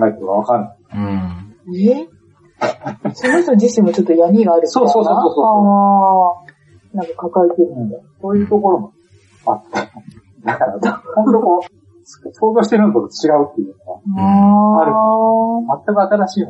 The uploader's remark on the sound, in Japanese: 何かとお聞き苦しいところもあるかと思いますが。